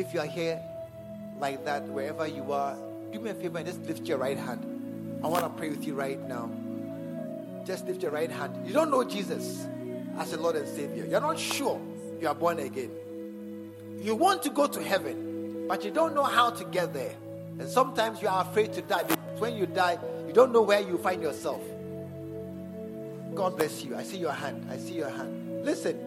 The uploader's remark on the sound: at the SAT service, True Vine Cathedral, Bantama